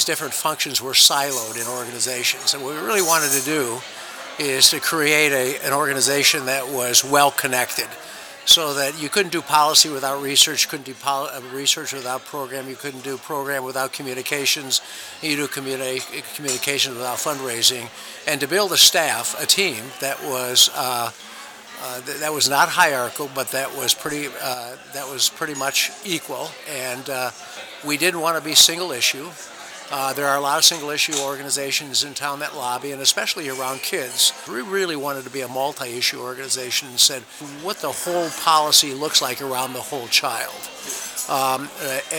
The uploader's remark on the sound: Sit down for a pre-quarantine conversation and drink at The Hamilton. Sit down for a pre-quarantine conversation and drink at The Hamilton.